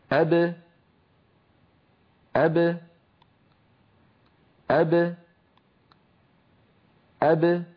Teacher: أبا ابتعد فيها شيئان، ابتعدت الشفتان وابتعد الفكان، أما أب المقلقلة فابتعد فيها الشفتان دون الفكين